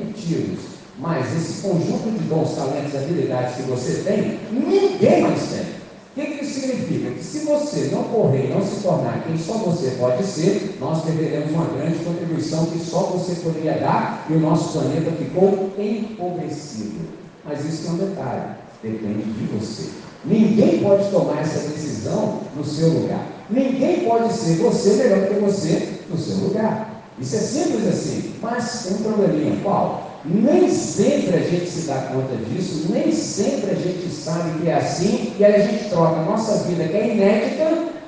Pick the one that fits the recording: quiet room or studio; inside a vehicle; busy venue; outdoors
busy venue